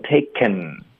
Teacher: 如果我们发成 taken，用顶舌尖的这个 n